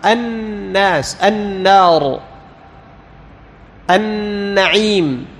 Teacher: لاحظ طرف اللسان يلامس الحنك أو اللثة، يلامس اللثة، تمام؟ الناس، النار، النعيم، أن طرف اللسان مع ما يحاذيه من اللثة. · Term: النون